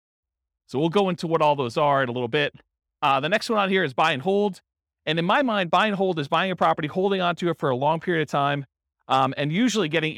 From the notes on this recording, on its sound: This was a live class recorded